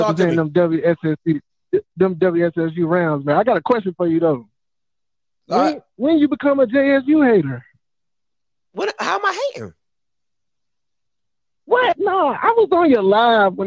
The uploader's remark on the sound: CALLERS CALL